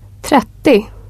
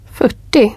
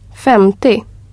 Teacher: The numbers from 30 to 90 are formed in the same way, and the final O from tio is dropped.